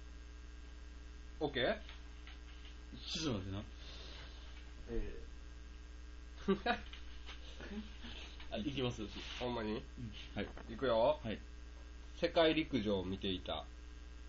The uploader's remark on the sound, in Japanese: 雑音が少しうるさいですが、すみません。。。もうマイク替えますんで。。。